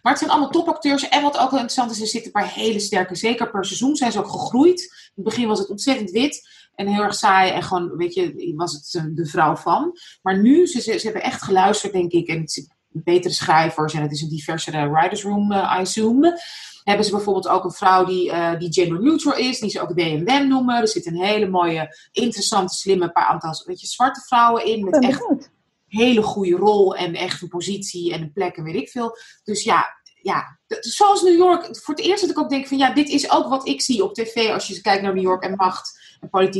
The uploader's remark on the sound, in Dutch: Niet in de studio maar alledrie via Zoom (what else, eh?) vanuit huis in Maarssen, Amsterdam en New York.